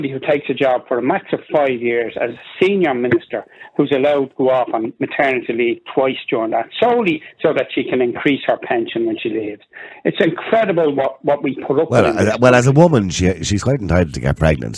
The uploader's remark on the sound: Opens the phone lines, urging listeners to share their thoughts and experiences.